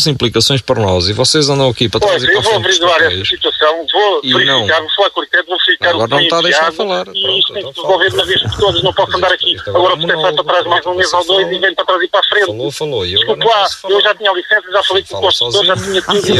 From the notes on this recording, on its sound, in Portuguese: RFM - Telefonema.